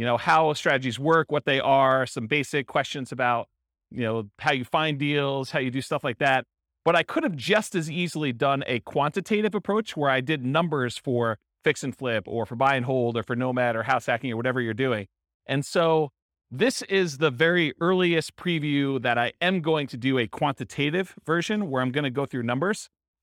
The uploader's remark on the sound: This was a live class recorded. Berkeley, California.